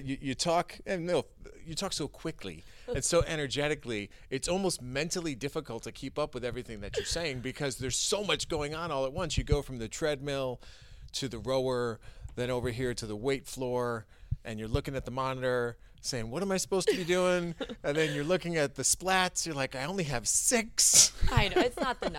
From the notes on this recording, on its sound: catch up after a very tough workout at Orangetheory Fitness in Islington Center